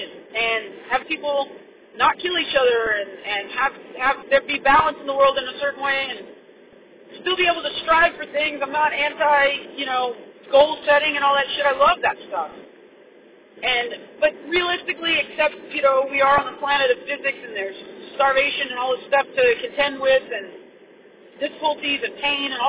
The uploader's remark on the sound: Sorry about the car recording.